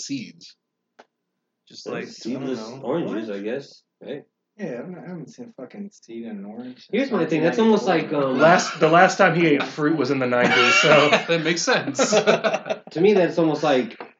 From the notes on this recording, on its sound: Sorry if the sound quality is a little wonky still. We’re still trying to work things out with the new equipment.